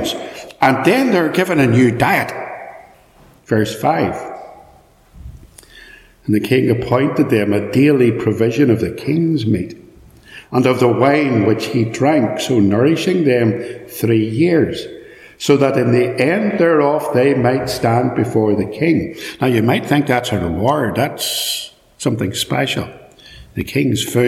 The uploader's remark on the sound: This is a sermon preached at Ballymacashon Congregational church, Killinchy, Co.Down. It is live and unedited, so there will be extraneous noise etc.